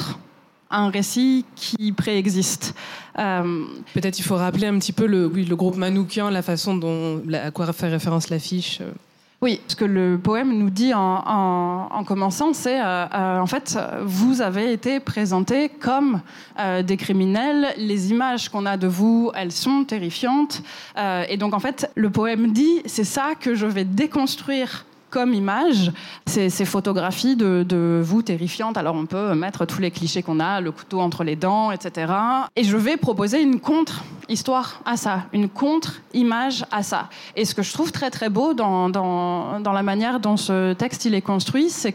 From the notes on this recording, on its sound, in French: cet épisode a été enregistré à la Gaîté Lyrique